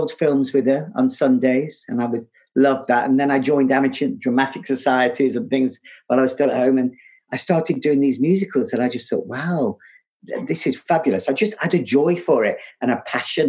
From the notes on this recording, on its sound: This episode was recorded over Zoom.